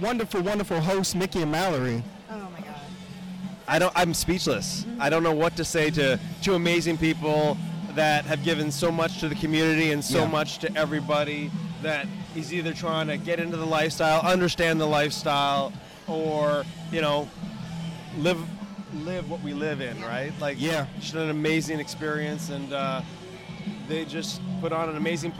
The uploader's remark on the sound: This is a collection of LIVE poolside. LIVE poolside "How You Feelin'?!" comment from a few of our sexy friends at Hedonism Resort during Casual Swinger Week!